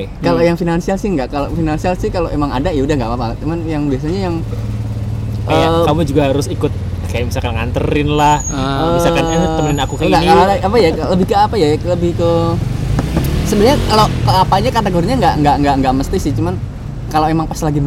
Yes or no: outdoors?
yes